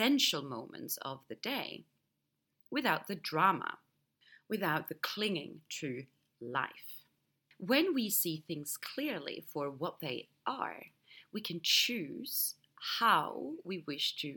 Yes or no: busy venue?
no